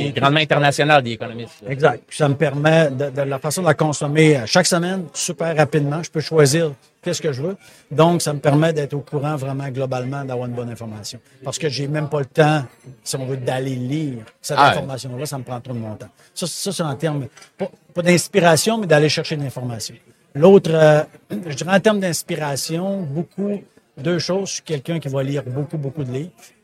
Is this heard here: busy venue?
yes